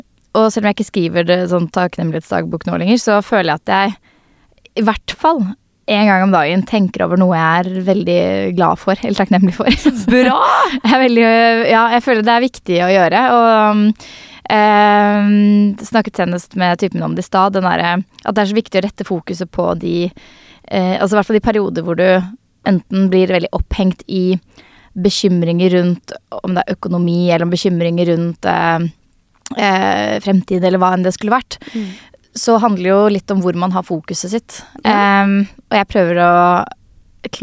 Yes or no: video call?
no